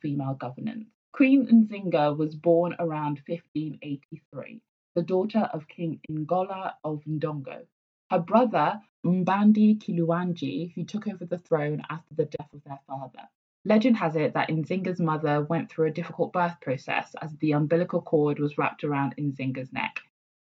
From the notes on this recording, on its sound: Apologies for the sound quality - we're currently recording from home!